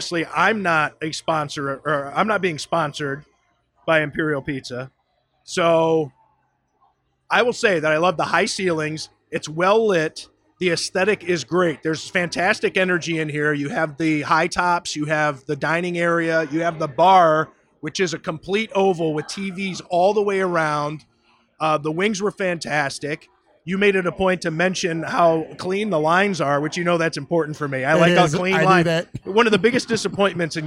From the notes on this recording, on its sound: a conversation taped live at Imperial Pizza in South Buffalo